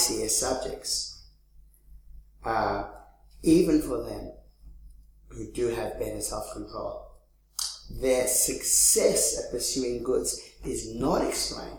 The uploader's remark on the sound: 2015 Leverhulme Lecture